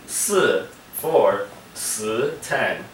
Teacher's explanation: anyone from South China will pronounce all of the SHs as si · Term: South Chinese variant